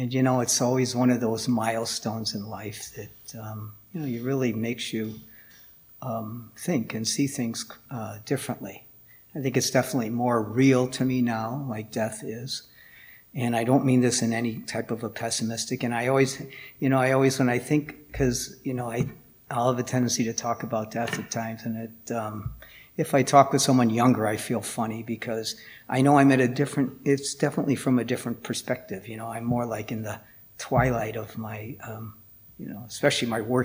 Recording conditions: large echoing room